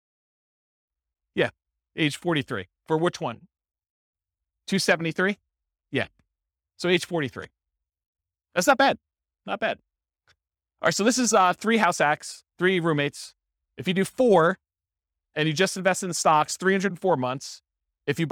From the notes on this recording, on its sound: This was a live class recorded